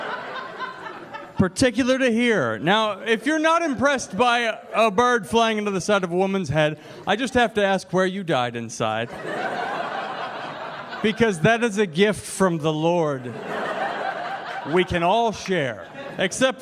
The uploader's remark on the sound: Stand Up Comedy Live Gotham Comedy Club